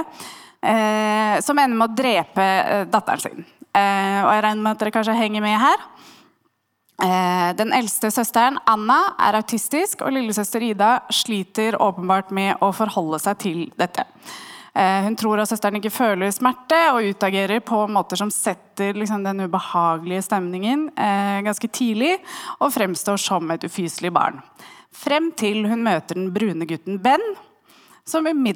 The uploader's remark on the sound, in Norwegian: Var vi på FemFilm på Vega Kino, og spilte inn vår aller første live-episode.